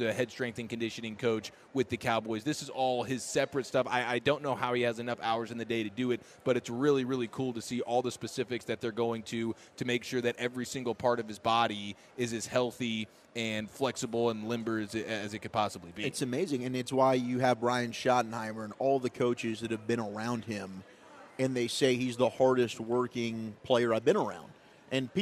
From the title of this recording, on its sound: live from the Texas Rangers Toy Drive